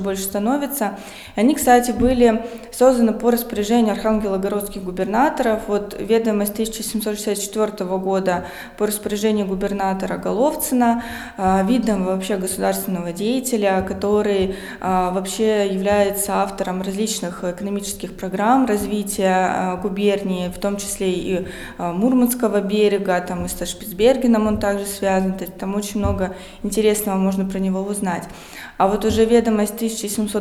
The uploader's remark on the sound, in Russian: Открытая запись подкаста в Музее истории города Колы. Этот выпуск был записан в рамках открытой записи подкаста "Три дома и церковь" 27 ноября 2021 года.